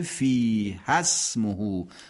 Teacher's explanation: کلمه فیها اتصال پیدا میکنه به اسمه که میشه فی هسمه